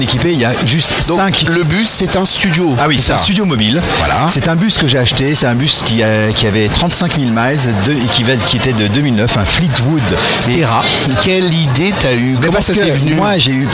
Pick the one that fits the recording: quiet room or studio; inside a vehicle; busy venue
busy venue